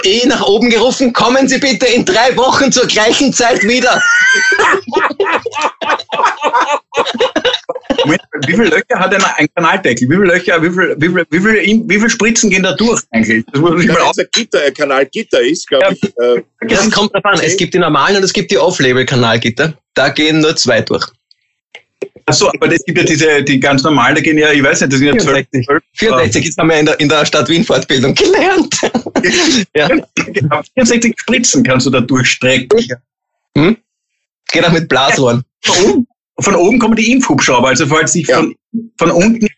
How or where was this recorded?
video call